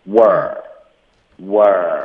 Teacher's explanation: we are 就发成 were，OK，were，所以就不需要有一个 e 的音，不需要有这个 r 的音